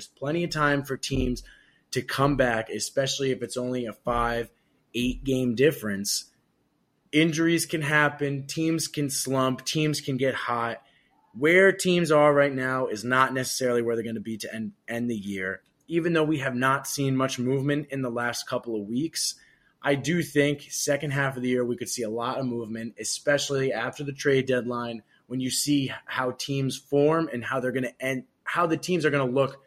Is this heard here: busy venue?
no